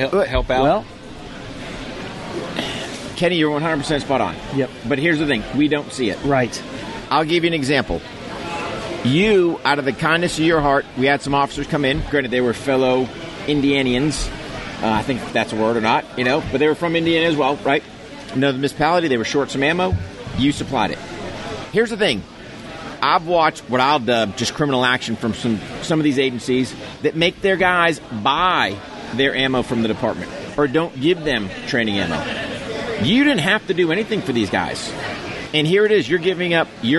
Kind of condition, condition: setting, busy venue